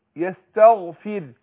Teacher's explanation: ما ينفعش ان انا انطق الغين خاء